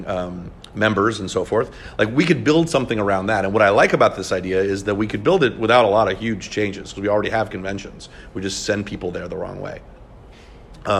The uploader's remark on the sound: at the annual conference of the Southern Political Science Association in San Juan, Puerto Rico, on 1/11/2020.